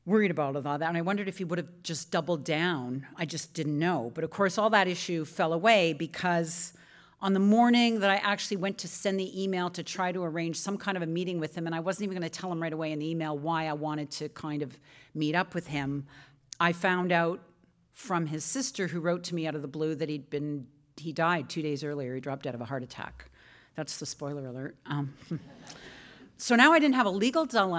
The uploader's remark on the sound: On stage at Hot Docs. Live on stage at the Hot Docs festival.